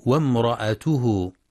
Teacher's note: والصواب أنها همزة وصل تسقط وصلا فتنطق وامرأته، وبعضهم يقرأ بسكون الهمزة بعد الراء وامرأته، والصواب فتحها.